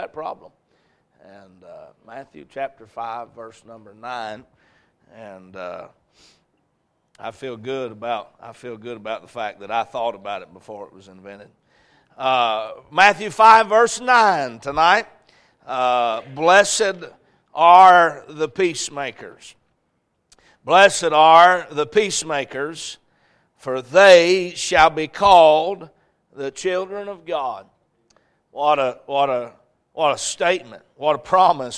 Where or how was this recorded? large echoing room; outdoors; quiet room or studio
large echoing room